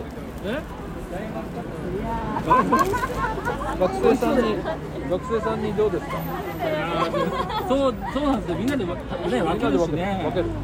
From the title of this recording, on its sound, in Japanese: 石山朝市に出店！現場よりお送りします